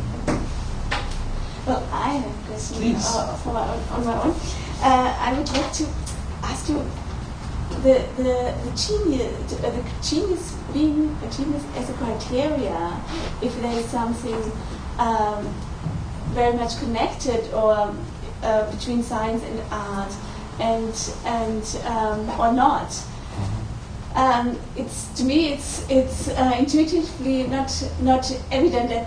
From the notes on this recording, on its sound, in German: Diskussion zum Vortrag.